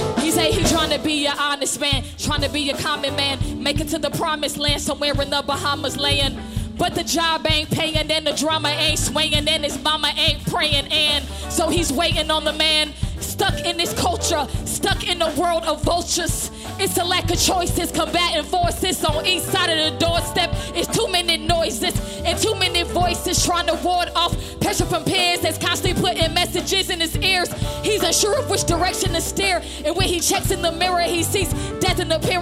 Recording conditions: busy venue